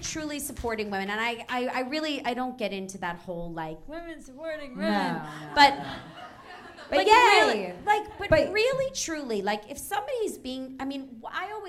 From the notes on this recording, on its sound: Is the NYC live show recording. Live recording at Improv Asylum.